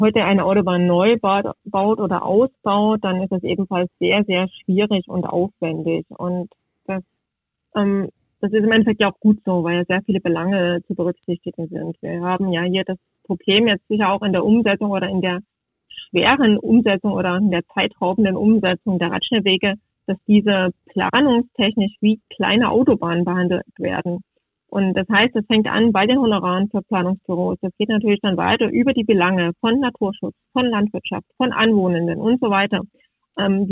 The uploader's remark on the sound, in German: Wir sprechen mit Expert:innen aus der Stadtverwaltung und haben externe Interviewpartner:innen am Telefon zugeschaltet.